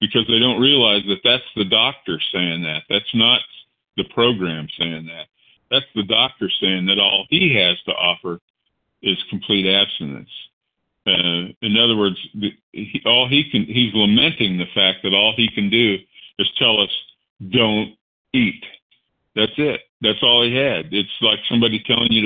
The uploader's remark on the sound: 100 Pounders Phone Meeting